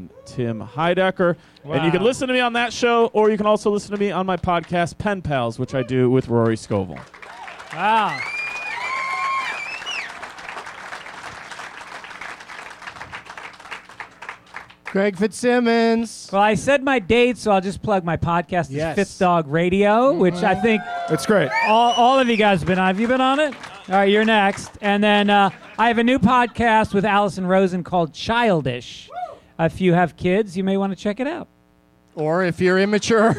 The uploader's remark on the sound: Live from Zanies Comedy Club in Rosemont